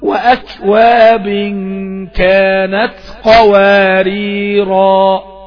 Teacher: الكلمة الاولانية اللي هي في الآية 15 اللي هي في نهاية الآية، الألف بتاعتها تثبت عند الوقف